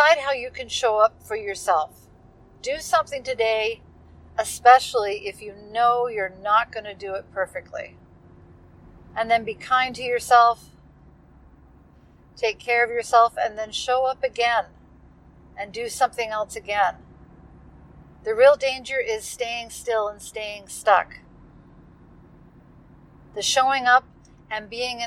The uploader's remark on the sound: This one comes from the car, completely fulfilling the imperfection requirement for this podcast. Bloopers included.